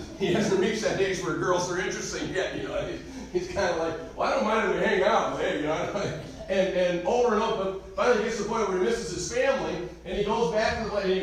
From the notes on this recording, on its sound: Recorded live am message